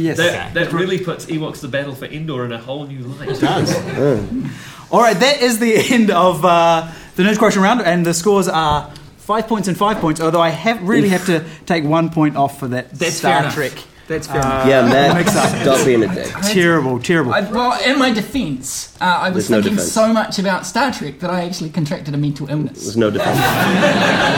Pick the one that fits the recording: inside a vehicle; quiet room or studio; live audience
live audience